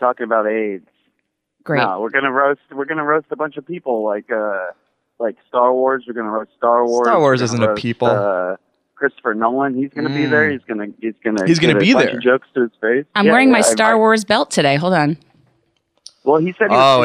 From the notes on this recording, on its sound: on the phone